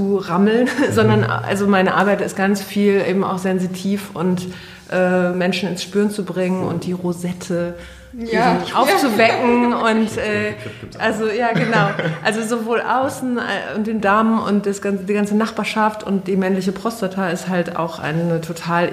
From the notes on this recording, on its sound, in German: Live vom Hurenkongress.